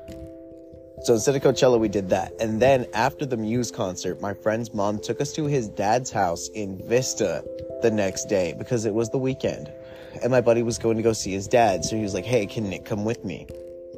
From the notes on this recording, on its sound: Stories on a Windy Night. Just some chill time outside in the wind.